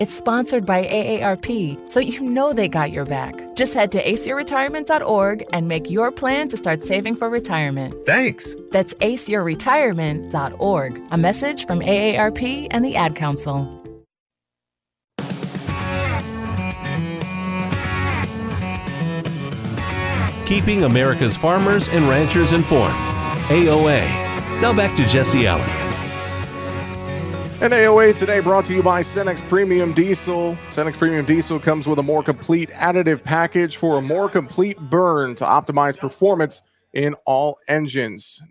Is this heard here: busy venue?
yes